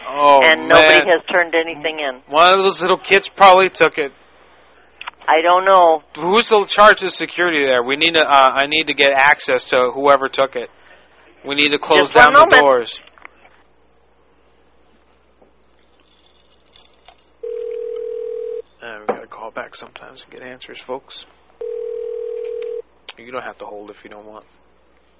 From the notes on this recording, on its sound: RBCP's Personal Prank Phone Calls Collection